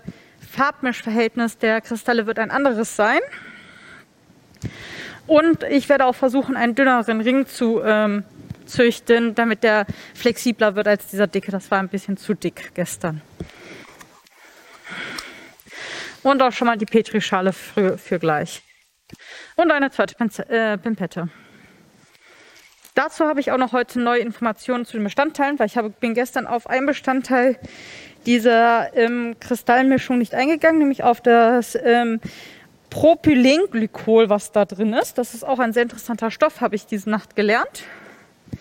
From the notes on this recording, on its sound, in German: Rc3-2021. Live auf der Bühne!